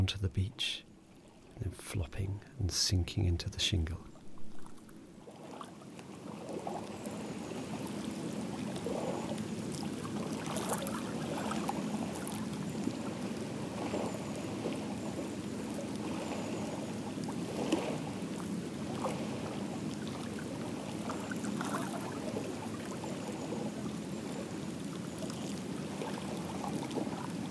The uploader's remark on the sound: Soothing waves on shingle – on the Isle of Wight. A weekly audio postcard from the countryside.